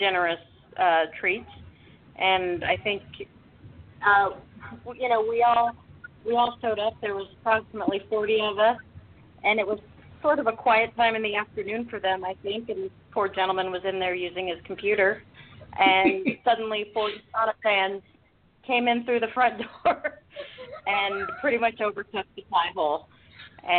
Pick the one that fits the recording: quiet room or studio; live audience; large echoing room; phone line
phone line